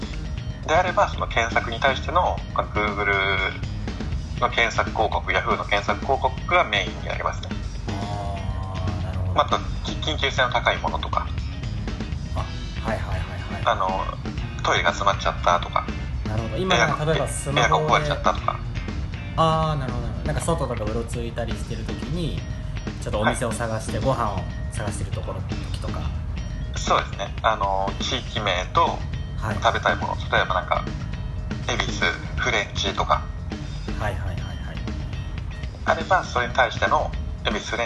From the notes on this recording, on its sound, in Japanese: ベトナムと日本の国際電話の音声です